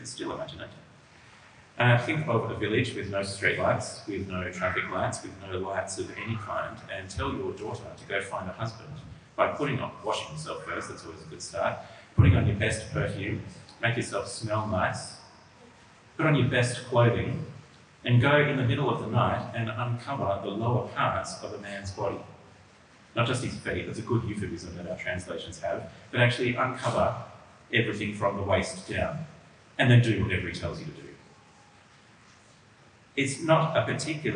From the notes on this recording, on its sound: This audio has a fair degree of reverb.